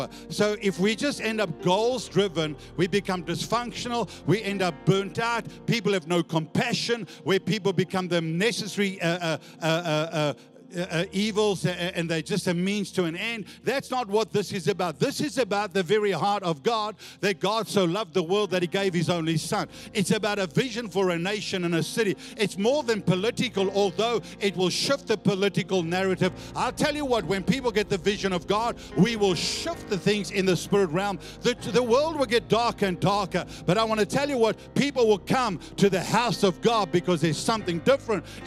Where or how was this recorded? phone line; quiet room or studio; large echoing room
large echoing room